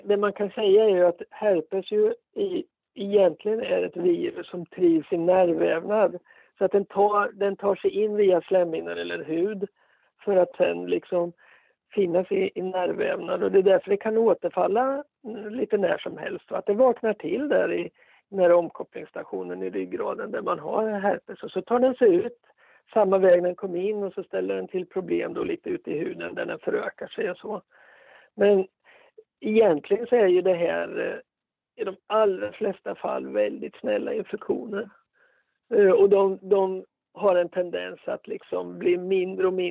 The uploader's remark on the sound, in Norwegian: en liten telefonintervju